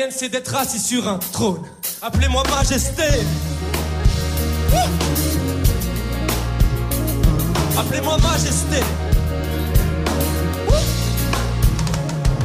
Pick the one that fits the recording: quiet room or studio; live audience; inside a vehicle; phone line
live audience